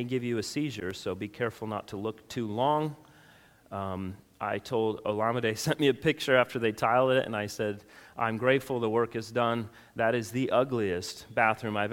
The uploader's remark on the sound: Sunday school session from our annual Missions Conference from Redeemer Baptist Church, located in Rincon, Georgia